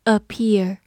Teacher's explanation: 第一个字母 A 发弱读的 · IPA: [əˈpɪə(r)]